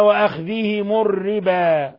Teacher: قوله تعالى وأخذهم الربا، وأخذهم الربا لاحظوا كيف ضممنا الميم تخلصا من التقاء الساكنين، وكيف رققنا الراء من لفظ الربا لأنها الراء مكسورة فهي مرققة